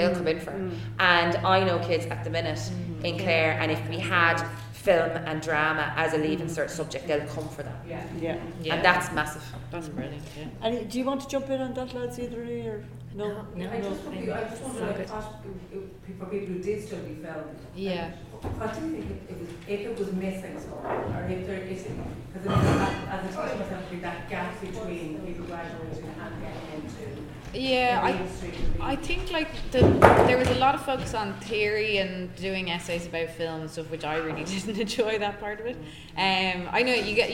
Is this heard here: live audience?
yes